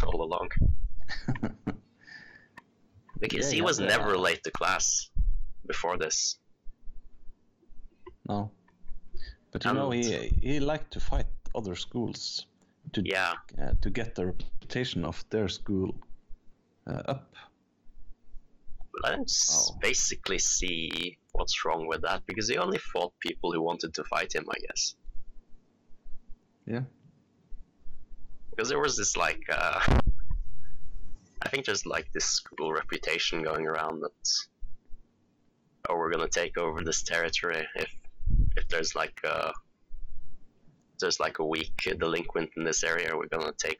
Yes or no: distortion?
yes